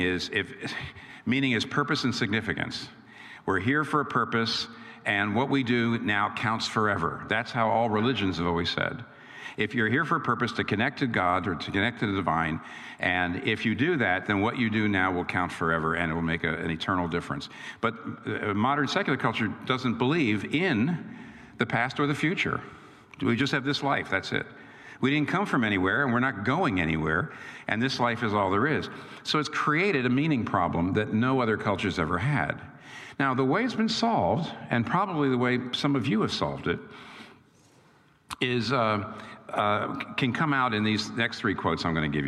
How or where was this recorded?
live audience